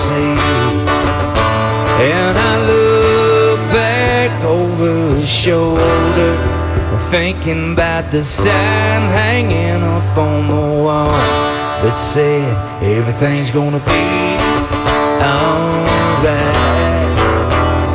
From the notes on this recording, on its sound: live from the Valencia Hotel downtown!